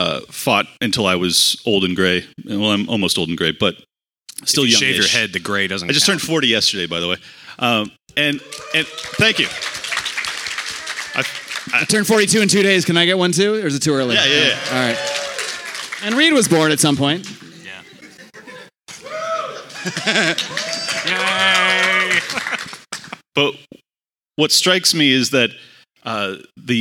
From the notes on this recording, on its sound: a live podcast he recorded this weekend at YAL Rev '22